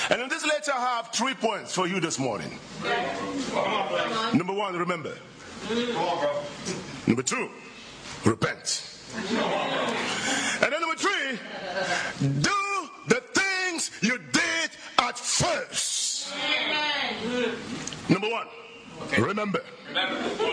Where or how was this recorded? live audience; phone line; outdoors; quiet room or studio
live audience